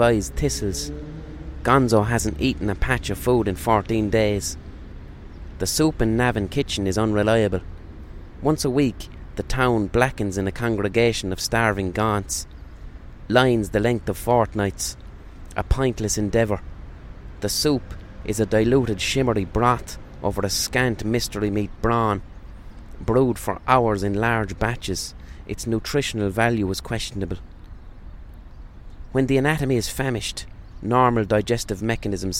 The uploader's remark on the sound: Recorded on a park bench.